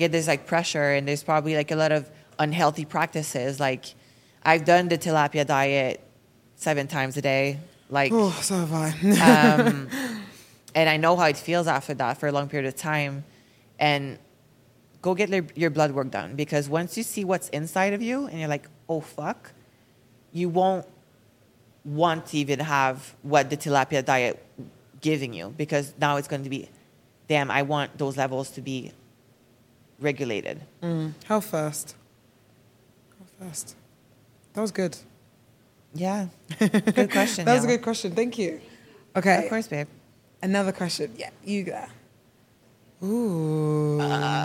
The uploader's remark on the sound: Coming to you live from Miami! This episode is one we filmed at our live event at the start of September.